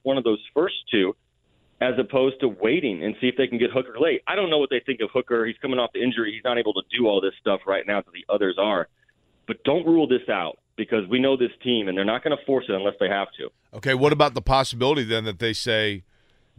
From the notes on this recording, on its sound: Is on the road attending Pro-Day camps, but still has time to call in to the show.